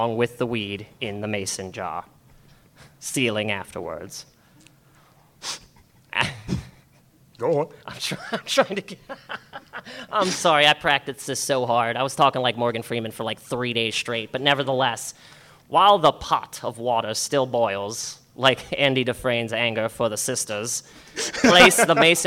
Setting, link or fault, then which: setting, live audience